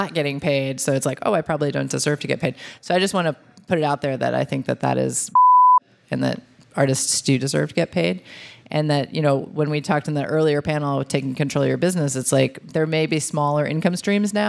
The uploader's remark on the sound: We celebrated our 100th episode with a live taping in Portland, OR.